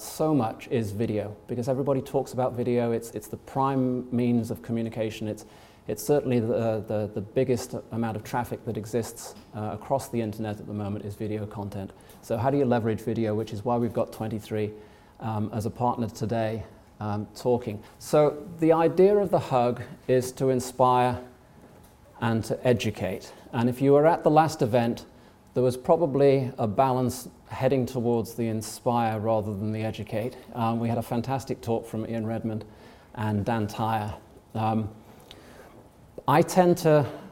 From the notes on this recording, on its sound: Recordings from the HubSpot User group meeting in London in June 2018